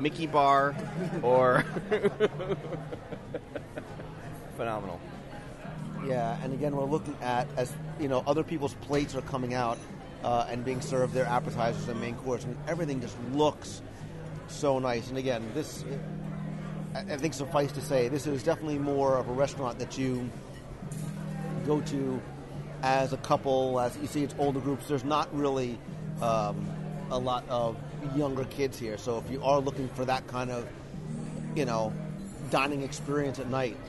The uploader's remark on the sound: We’ll do a live restaurant review of BlueZoo and let you share in our overall dining experience, as we also chat with our server, the General Manager, Sommelier, and Executive Chef.